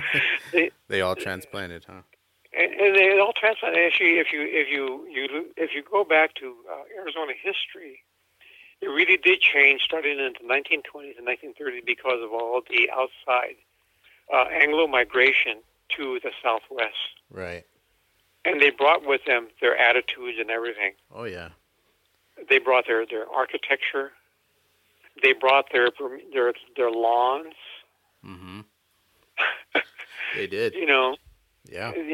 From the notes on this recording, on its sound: over the phone interview